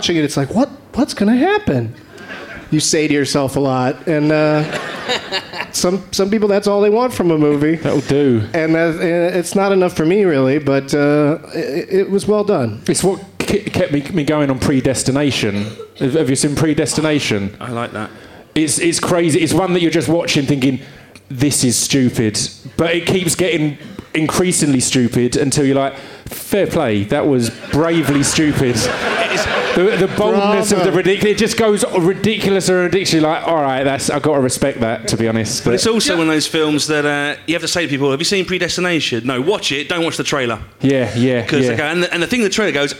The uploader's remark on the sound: Live from the Leicester Square Theatre in London, England